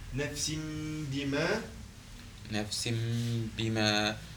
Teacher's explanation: L'Iqlab là, dans ce cas-là, c'est lorsque le noun il devient mime.